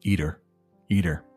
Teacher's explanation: when you're really just kind of talking to your friends, that T becomes a D